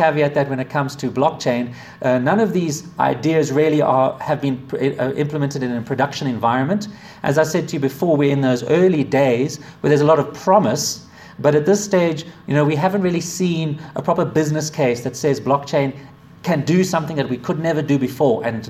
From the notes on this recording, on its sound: A talk delivered to the Association of Corporate Treasurers of South Africa in Johannesburg, South Africa, February 2017